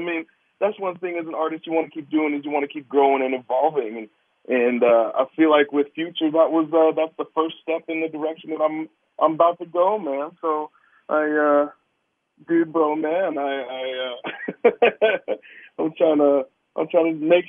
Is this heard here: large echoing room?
no